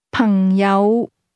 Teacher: The tones in friends fall to the low level, then rise.